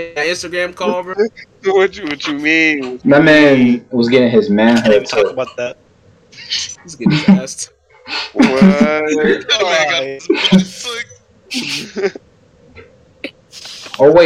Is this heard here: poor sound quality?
yes